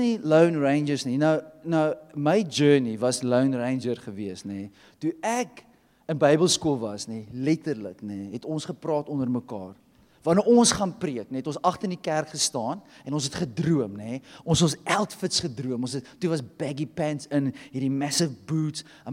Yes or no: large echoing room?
yes